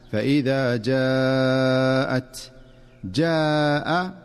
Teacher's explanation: اجتمع حرف المد والهمزة في كلمة واحدة، وهذا ما يسمى بالمد المتصل